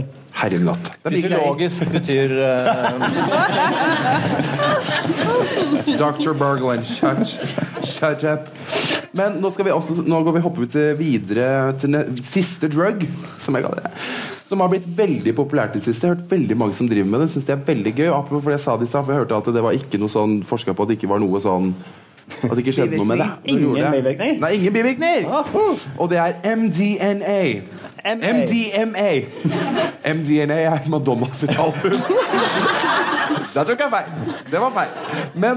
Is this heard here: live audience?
yes